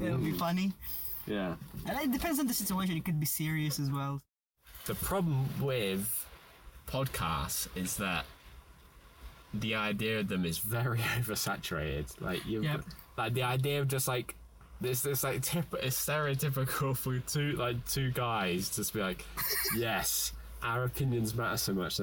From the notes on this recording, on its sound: APOLOGIES FOR THE AUDIO QUALITY